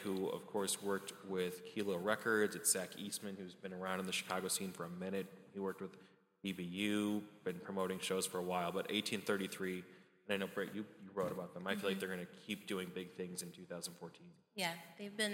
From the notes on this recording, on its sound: Recorded live at the Chicago Cultural Center as part of the City Of Chicago’s Creatives At Work Music Forum series.